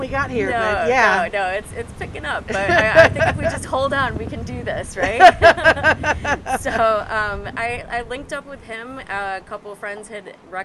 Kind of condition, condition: setting, busy venue